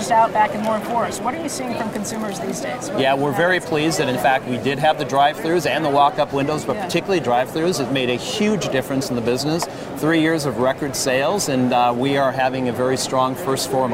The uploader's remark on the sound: Stops by the Berkshire subsidiaries on the exhibition floor at the annual meeting. In the midst of thousands of attendees and shoppers.